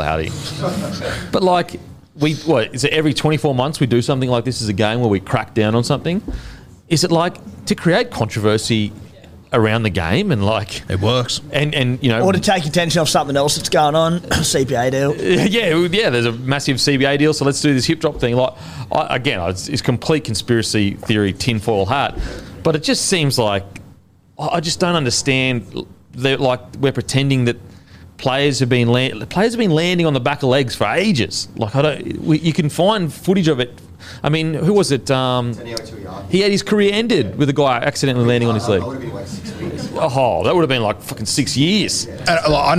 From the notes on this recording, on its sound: Our review of the Sharks V Cowboys game with our live audience.